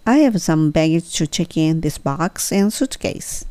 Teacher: in, check in this box and suitcase この場合は this box ってあげて and suitcase で避けます A and A and B ですねなので最後下げます